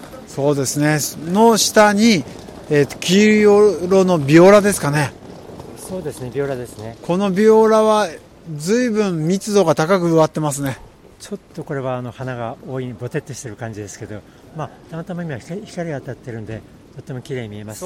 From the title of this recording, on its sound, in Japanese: くにたち大学通り3番からスタート現場から